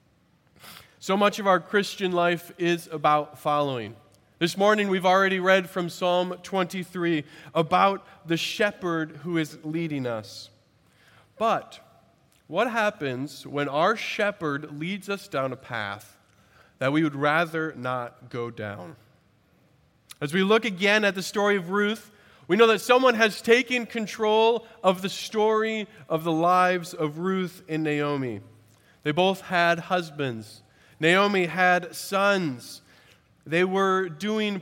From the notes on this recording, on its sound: At Redeemer Presbyterian Church in Charleston, SC